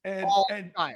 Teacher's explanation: There's less emphasis on the ear at the end.